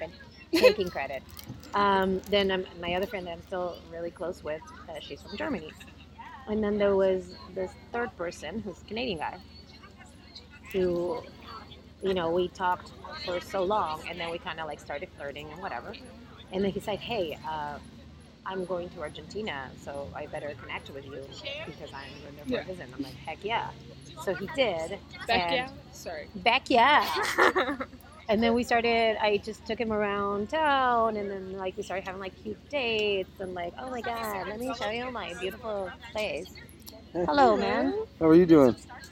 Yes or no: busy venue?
yes